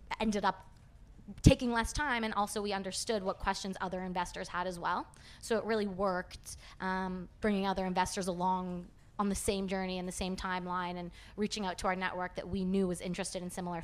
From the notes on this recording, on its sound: Recorded live at Groundswell Agriculture 2023.